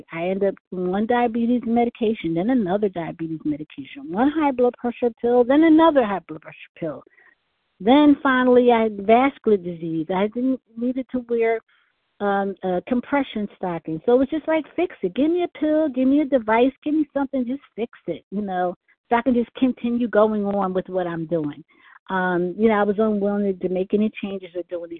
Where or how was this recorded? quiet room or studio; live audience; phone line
phone line